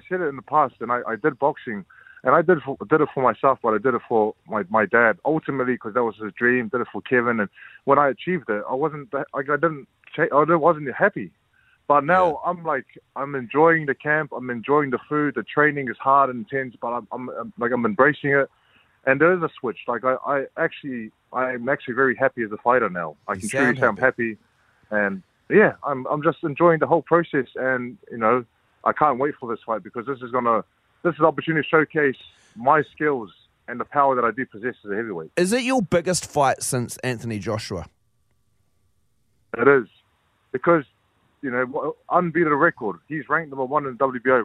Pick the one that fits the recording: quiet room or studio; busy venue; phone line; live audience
phone line